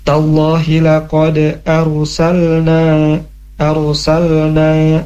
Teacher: huruf ra punya sifat yang tebal ya, karena sebelumnya ada alif berharokat fathah, jadi tebal.